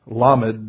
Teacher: with a stress on the first syllable